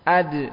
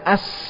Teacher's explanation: Tapi dal, suaranya ketika disukun berhenti.